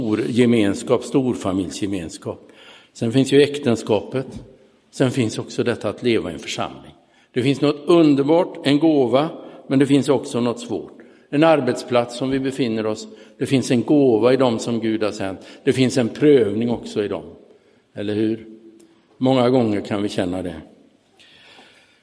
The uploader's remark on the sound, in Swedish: Inspelad i Roseniuskyrkan den 30 oktober 2022.